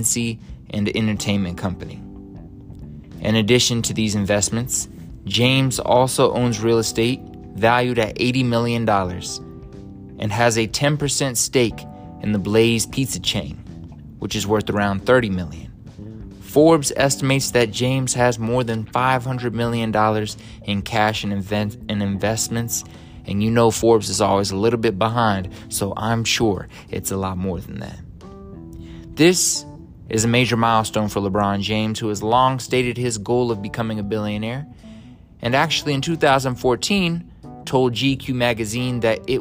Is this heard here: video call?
no